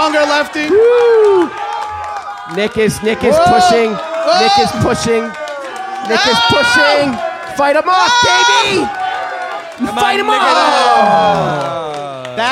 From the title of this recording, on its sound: Live from SXSW